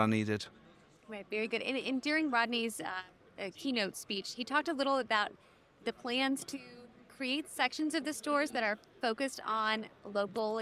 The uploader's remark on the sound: Live from Groceryshop 2023. This episode of the RETHINK Retail Podcast was recorded live at Groceryshop.